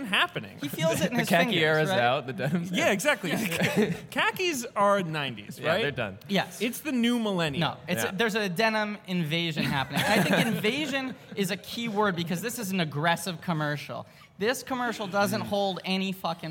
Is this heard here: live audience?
yes